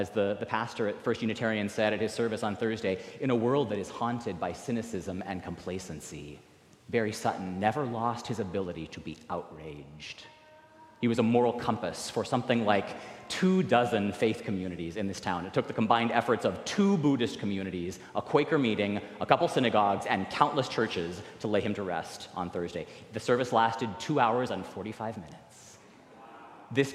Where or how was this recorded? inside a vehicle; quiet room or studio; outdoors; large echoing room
large echoing room